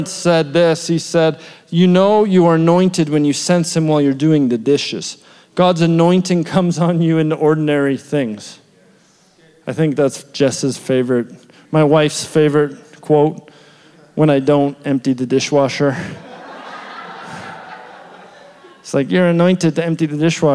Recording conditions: large echoing room